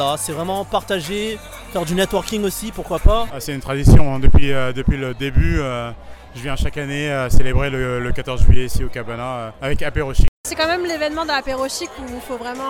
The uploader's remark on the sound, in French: Et cette dernière n'a pas hésité à tendre son micro aux personnes qu'elle a croisé, afin de récolter les témoignages de tous ces francophones et francophiles, qui s'étaient déplacés au Cabana Pool Bar à l'occasion de cette soirée. Choqfm 105.1 était à l'événement Bastille Day d'Apéro Chic ! Et cette dernière n'a pas hésité à tendre son micro aux personnes qu'elle a croisé, afin de récolter les témoignages de tous ces francophones et francophiles, qui s'étaient déplacés au Cabana Pool Bar à l'occasion de cette soirée.